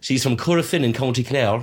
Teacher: There's quite a sing-song trill to the County Clare accent.